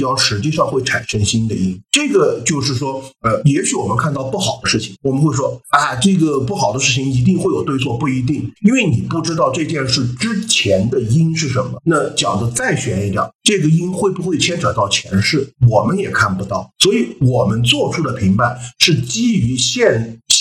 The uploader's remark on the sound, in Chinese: 我们把这次连线闲聊全程录制后，作为了本期的节目。因为这是我们第一次连线即使录制，所以音效已经尽了最大努力调整了，如果音效有问什么缺陷的话，请大家多多包涵。